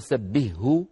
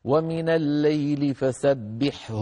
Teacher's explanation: لا ندغم لا الهاء في الحاء ولا الحاء في الهاء، يبقى كل حرف على حاله مظهرا · Shown in: second take